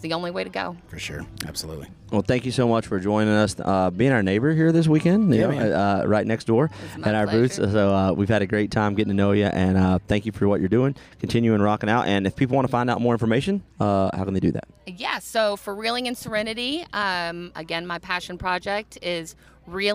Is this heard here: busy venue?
yes